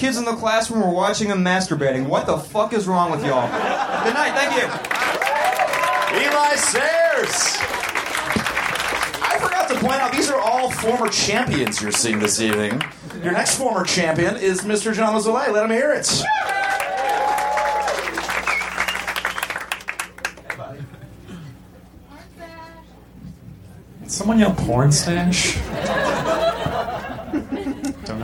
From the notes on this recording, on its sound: Recorded Live at Union Hall in Brooklyn.